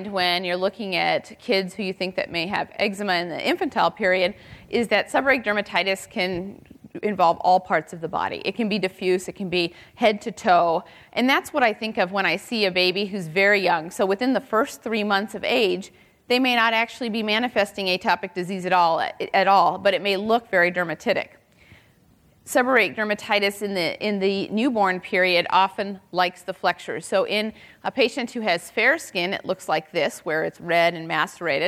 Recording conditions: live audience